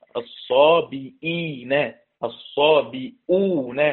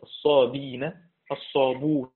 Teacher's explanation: للسبعة ما عدا نافع، نفس الفكرة، السبعة ما عدا نافع بالهمز يبقى نافع بدون همز من الضد، يبقى قرأ السبعة ما عدا نافع ابن كثير أبو عمرو بن عامر عاصم حمزة الكسائي الصابئين، الصابئون بهمز بتحقيق همز باء مكسورة بعدها همزة · Shown in: first take · يبقى نافع بدون همز، يحذف الهمزة تبقى الصابين الصابون ومفيش بدل الورش، الهمزة محذوفة.